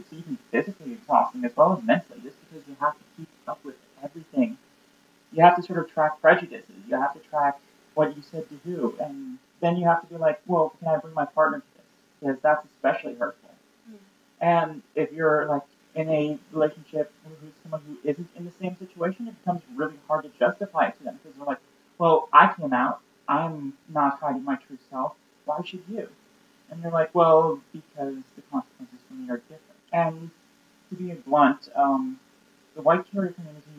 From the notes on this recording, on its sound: Our one regret is the sound quality (we had some acoustics problems while being “on the road”/mobile as a podcast crew).